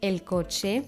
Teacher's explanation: Diese werden in der vorletzten Silbe betont · Term: Jana